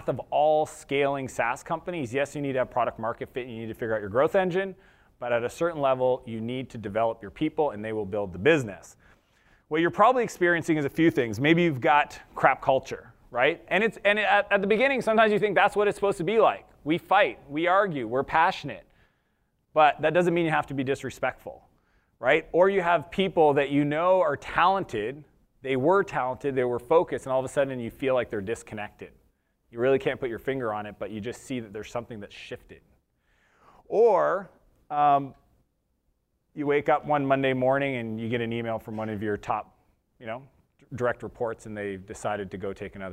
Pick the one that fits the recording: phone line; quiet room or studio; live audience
live audience